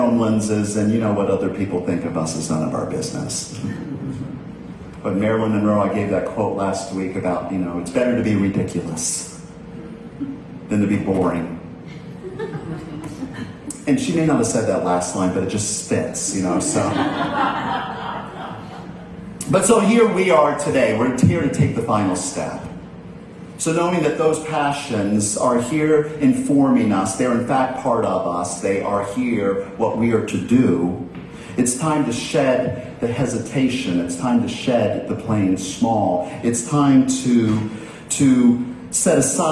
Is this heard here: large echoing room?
yes